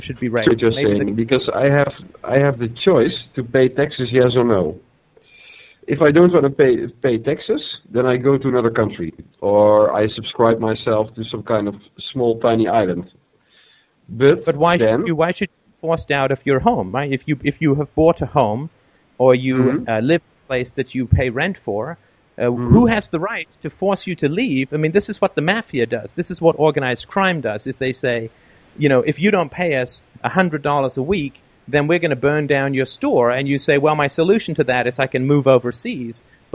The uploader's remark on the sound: Call In Show